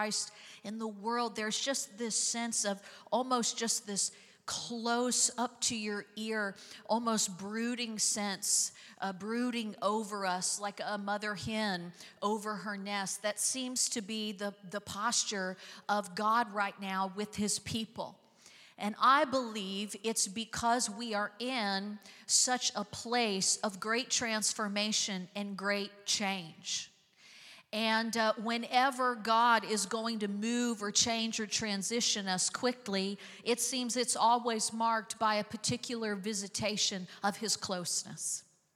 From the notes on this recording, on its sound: Recorded live on 5/7/23.